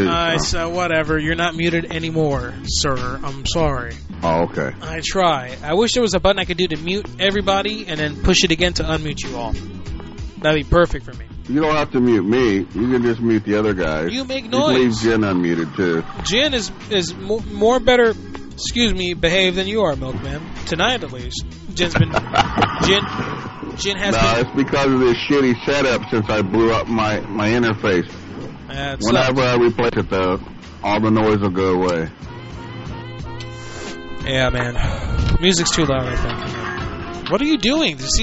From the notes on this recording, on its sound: Prank Phone Calls.